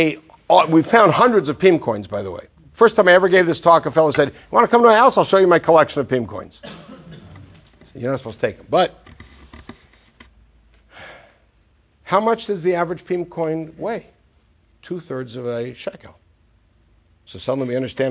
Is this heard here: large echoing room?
yes